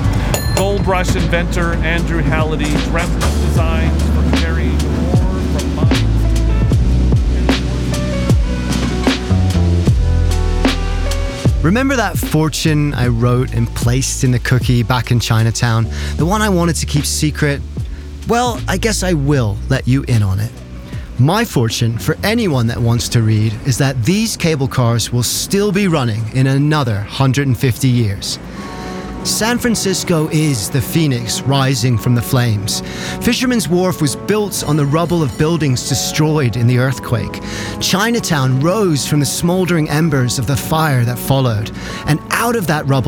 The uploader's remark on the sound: San Francisco Cable Car Crawl. With the wind in your hair, the bells ringing and track rattling. Join us for a whirlwind journey, recorded on location, celebrating 150 years and counting of San Francisco’s cable cars. We’ll find a hidden music studio above a gift shop in Chinatown, and listen to a performance of a GuZheng, a more than 2,000-year-old traditional Chinese instrument.